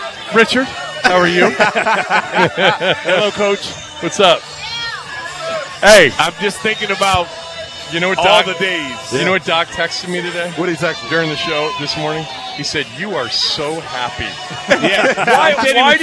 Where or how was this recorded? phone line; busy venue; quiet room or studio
busy venue